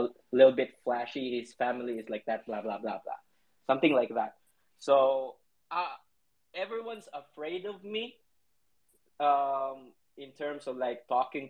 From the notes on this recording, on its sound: This podcast was recorded live from a DAPS COLLECTIVE Twitter space.